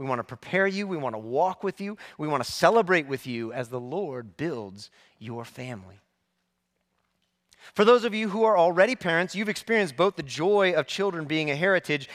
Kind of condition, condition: setting, large echoing room